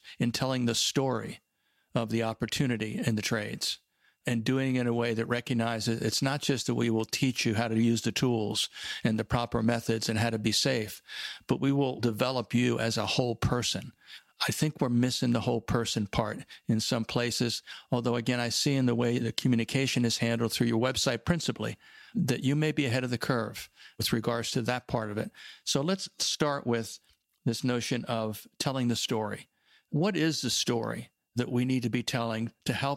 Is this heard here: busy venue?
no